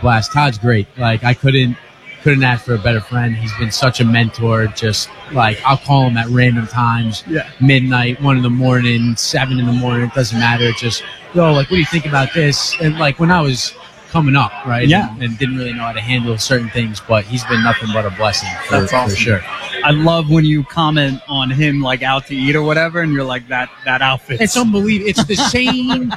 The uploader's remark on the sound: LIVE from the 1st Annual Todd Frazier Pong Tournament.